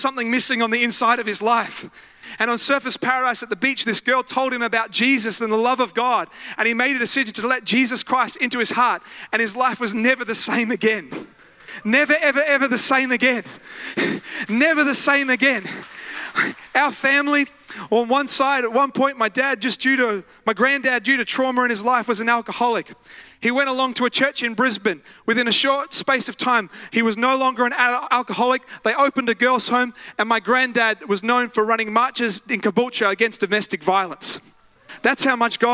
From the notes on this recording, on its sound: live at Freshwater Church on Sunday the 16th of July 2023